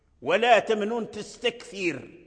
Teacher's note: وقفنا عليها بالسكون وهي مضمومة ولكن نقف عليها بالترقيق لأن قبلها كسر